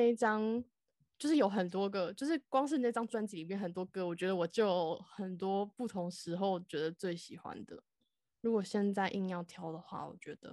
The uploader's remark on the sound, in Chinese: 嘗試不同遠端錄音法，音質有點差，敬請見諒！